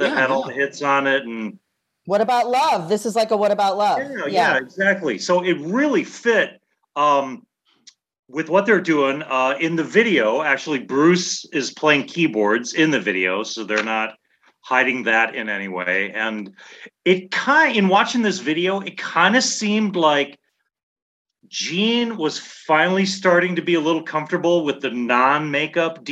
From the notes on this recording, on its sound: are together in the Zoom Room